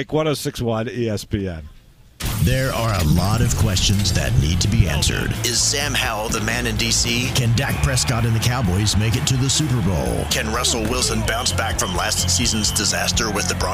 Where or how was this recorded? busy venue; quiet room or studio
busy venue